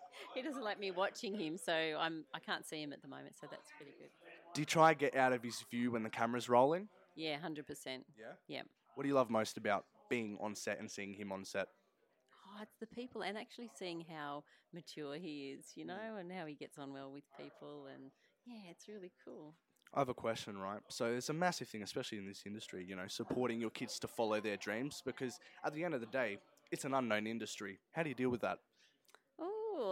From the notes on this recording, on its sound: We are joined live on the set of Stain. Interviewing the cast and crew, before, during and after production!